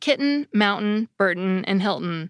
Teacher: many speakers just do away with the schwa and basically turn the N into the vowel by using the syllabic N pronunciation